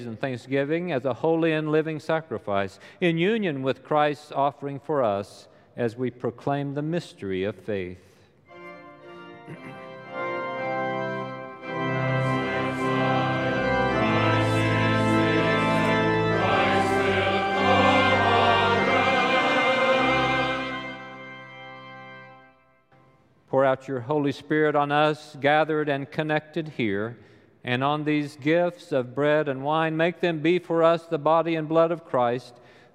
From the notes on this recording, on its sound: Recorded live during the Sunday worship service.